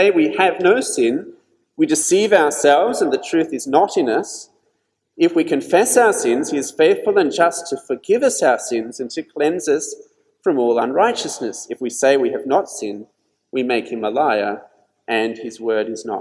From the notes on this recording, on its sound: This sermon was preached at St George's Church, Penang on 27th December 2021.